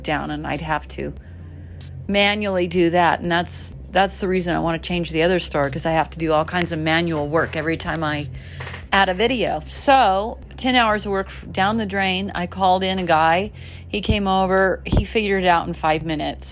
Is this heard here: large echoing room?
no